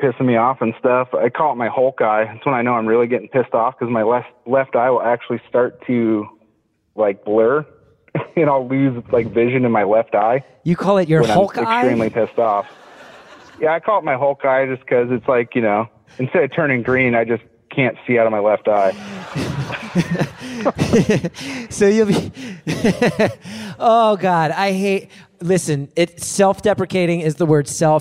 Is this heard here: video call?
no